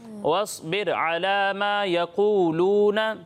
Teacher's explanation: سواد کو بھی پر پڑھنا ہے اور قاف کو بھی پر پڑھنا ہے